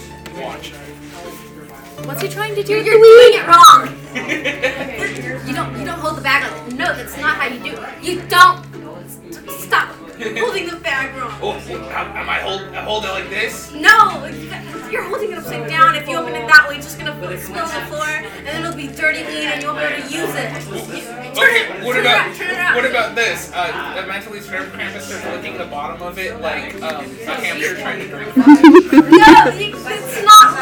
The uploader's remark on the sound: BECAUSE THE AUDIO SOUNDS HORRIBLEEEEEEEEEEEEEEEE.